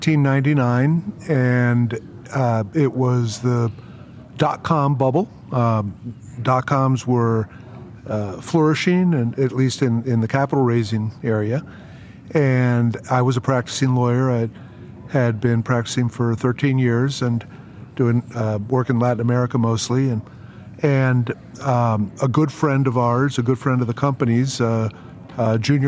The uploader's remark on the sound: LIVE FROM MONEY 20/20.